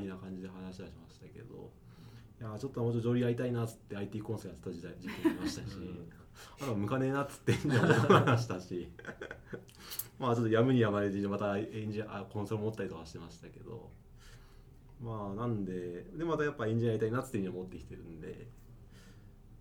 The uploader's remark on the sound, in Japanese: 貸し会議室で収録したため、隣の部屋のノイズが入っています。